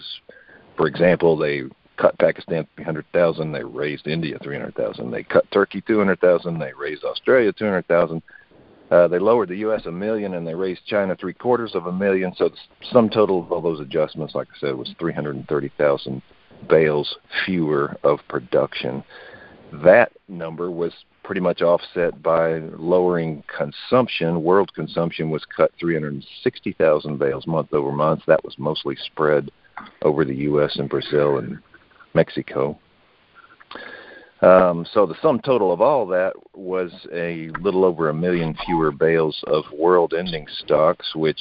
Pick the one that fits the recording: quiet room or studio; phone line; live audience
phone line